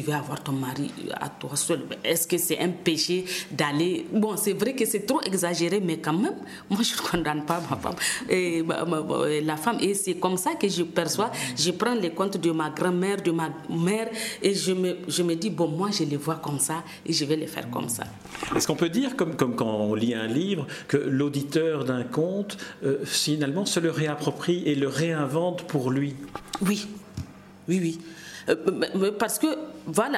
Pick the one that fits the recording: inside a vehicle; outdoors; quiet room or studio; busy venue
busy venue